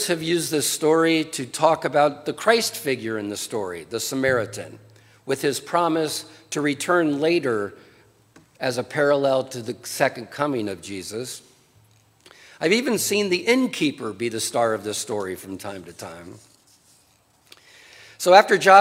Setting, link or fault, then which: setting, large echoing room